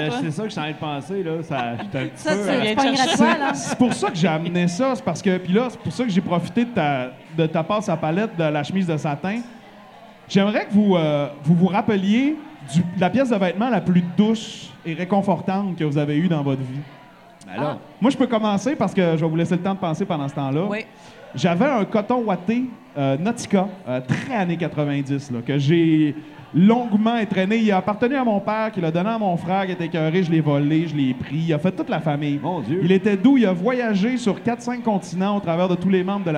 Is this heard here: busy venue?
yes